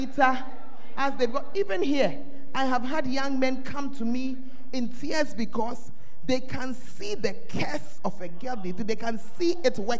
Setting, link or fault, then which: setting, large echoing room